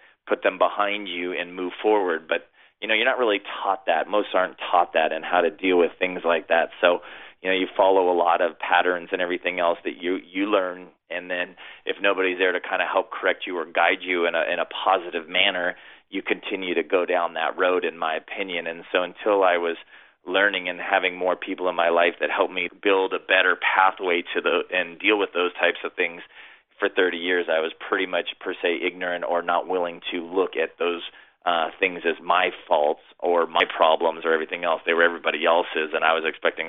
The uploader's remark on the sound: joined the show via telephone